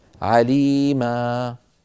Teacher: والنوع الثالث من الكلمات المنونة أن تكون منونة تنوين نصب نحو عليما، ونحن نعلم بأن عليما يوقف عليها بمد العوض، يعني بحذف التنوين والتعويض عنه بألف